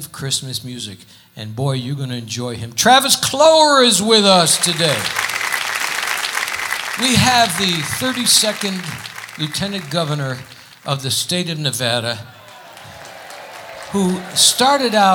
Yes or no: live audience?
yes